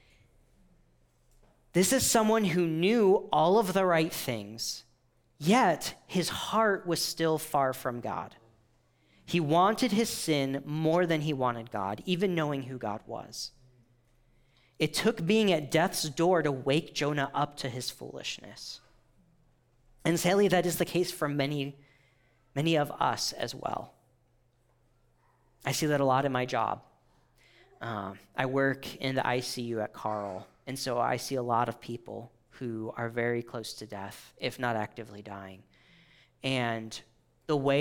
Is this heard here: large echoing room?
yes